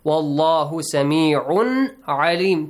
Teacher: The letter lam in the word Allah will be pronounced heavily, since we have a fatha sound before.